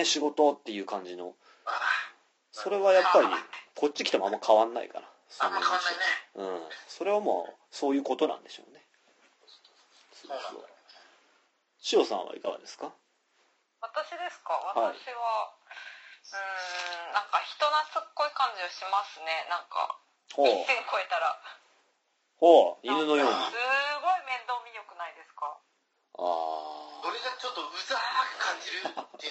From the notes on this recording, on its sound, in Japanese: 中国大陸で生活する3人の日本人がお送りするPodcastです。We chatという通話ソフトでの収録のため、褒められた音質ではありませんがご了承ください。